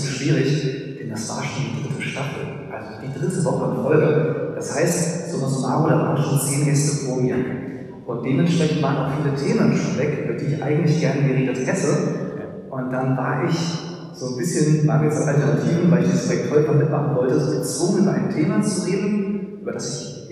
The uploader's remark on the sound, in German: Der Podcast ist eine Aufnahme aus einem Gottesdienst.